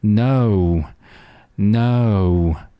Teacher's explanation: 们在读英文的时候呢，在读这个元音，尤其是元音，要把它尽量地读得稍稍比辅音要那，长那么一点点，啊，那你这个节奏感才是对的。那你把它读成“no，no，啊，这个就没有所谓的长短之分了，因为它太短了。所以说你要把后面的这个双元音 “oh”读得稍稍长一点